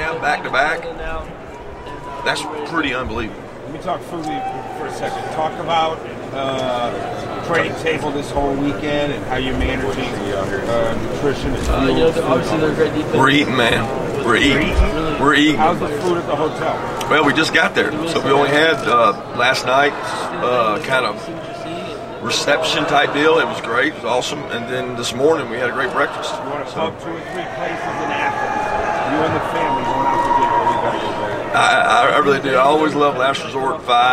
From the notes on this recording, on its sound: CFP National Championship Media Day Press Conference. College Football Playoff National Championship media day at Philips Arena in Atlanta, GA.